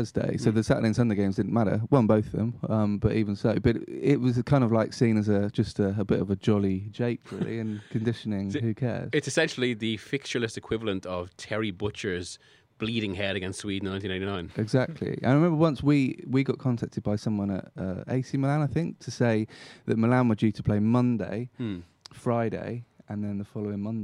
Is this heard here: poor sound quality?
no